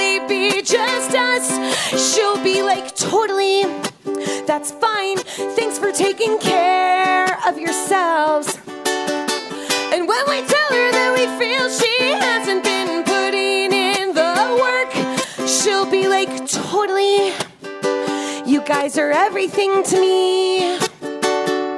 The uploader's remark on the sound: Folsom St. Fair. Our LIVE Folsom Street Fair Kinktacular.